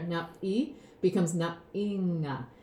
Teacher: it's not just nga, but it also lengthens the vowel in front of it. And so nap-i becomes nap-inga. · Term: lengthening